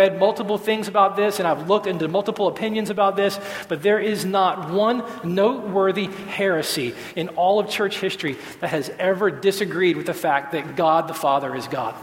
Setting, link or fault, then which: setting, large echoing room